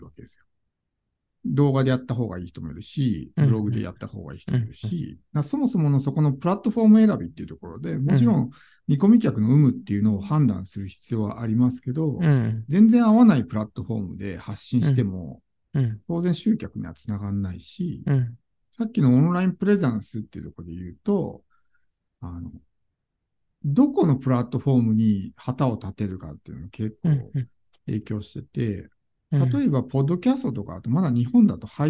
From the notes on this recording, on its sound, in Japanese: ZOOM個別相談（スポットコンサル）の音声をシェアします。ポッドキャスト用に収録したものではないので、一部聞き取りづらいところがあります。